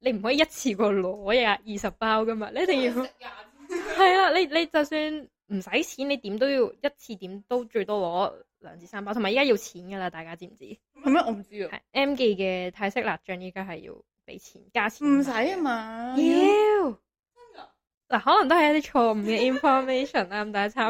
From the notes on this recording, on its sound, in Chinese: 今次係我哋嘅第一次錄音同edit，遇上大量嘅technical issues 同場地問題。